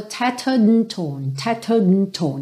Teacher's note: Esse A do and, ele nem chegou a ser mesmo vocalizado